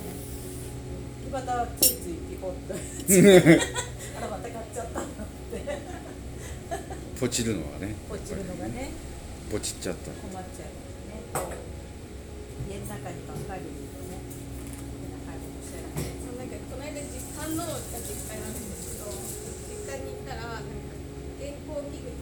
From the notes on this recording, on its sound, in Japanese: Dining Cafe Olive ドラム教室後の会話。花小金井にあるDining Cafe Olive さんで、行われているドラム教室を体験してきました。その時の教室後の会話を録音してきました。